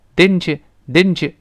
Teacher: 这个 you 呢，往往会稍微弱化一点儿，因为它是个代词嘛，往往变成一页，一页，一页就好了。didn'tyou，didn't you 就好了，而不要太夸张的 didn't you，you，来不及做这个 you 的完整的动作，代词往往就弱化。Didn't you, didn't you see the redlight？